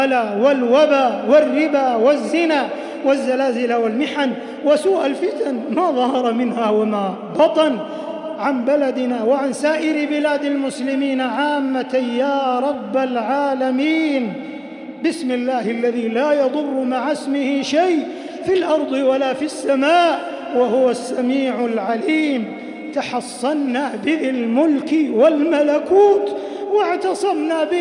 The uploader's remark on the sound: Taraweeh Prayer in Masjid Al Haram, Makkah, Saudi Arabia